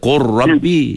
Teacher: Sebab ada lam kalau bertemu dengan ra. Contoh lam bertemu dengan ra, kena baca qur rabbi. Yang itu kena panggil idgham.